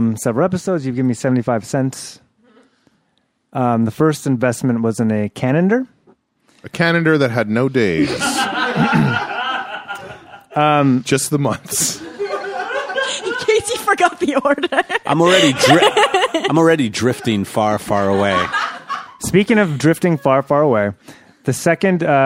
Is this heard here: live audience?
yes